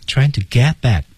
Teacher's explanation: Get 失去爆破 T 不发音